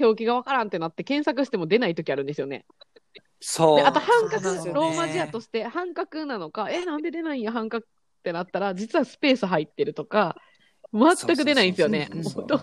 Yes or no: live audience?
no